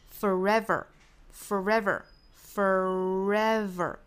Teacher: 最后的 forever,尾部呢也是要带出卷舌音来, forever, forever, forever.我们注意这个词其实是 for 和 ever 这两个词拼在一起的,也是一个复合词。中间呢是一个 r 的发音尾部是一个 r 的发音所以我们读成 forever forever 我们注意这个 r 的发音后面如果遇到元音的话一般会读成